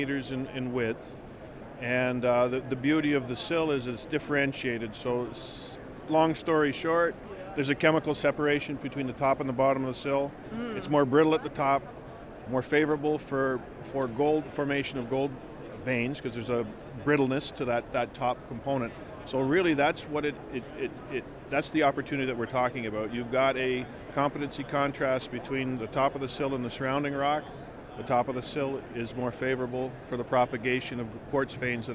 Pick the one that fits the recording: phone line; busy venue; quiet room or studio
busy venue